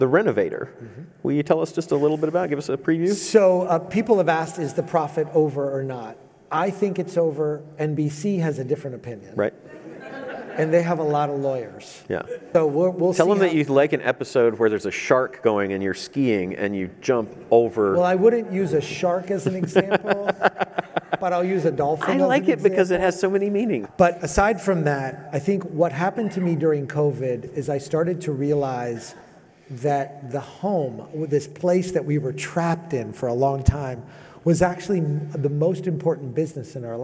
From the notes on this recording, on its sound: At Scalable Impact Live in November 2021. At Scalable Impact Live in November 2021.